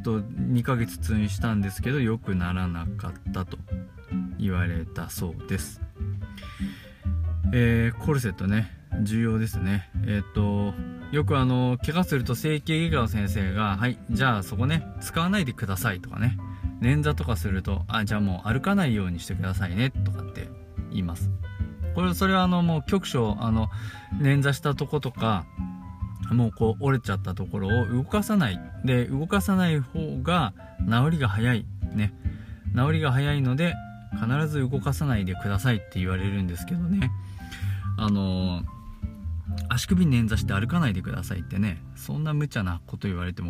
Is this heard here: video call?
no